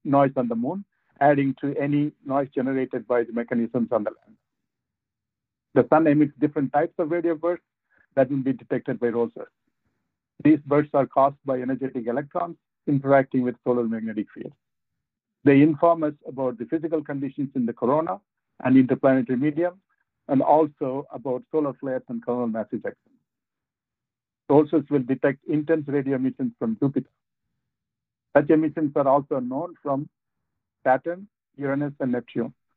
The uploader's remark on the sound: NASA held a virtual, audio-only media teleconference